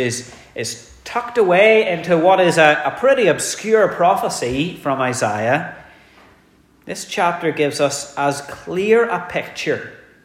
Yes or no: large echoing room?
yes